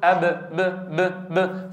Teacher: والباء تخرج من الشفتين بانطباقهما على بعضهما. وصفات الباء واضحة، أنها مستفلة، أنها شديدة، انظروا انغلاق المخرج، أنها مجهورة، لو قلت أب ب ب ب فتجد اهتزازا في الأوتار.